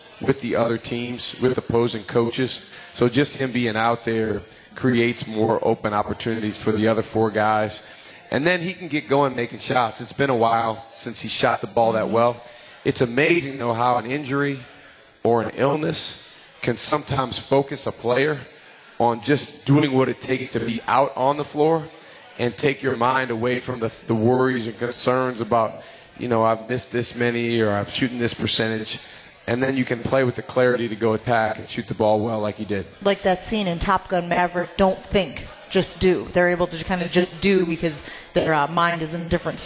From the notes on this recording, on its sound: LIVE from MOTOR Bar & Restaurant